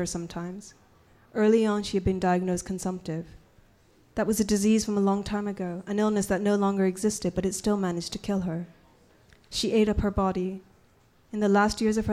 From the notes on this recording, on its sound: On Stage at Housing Works Bookstore Cafe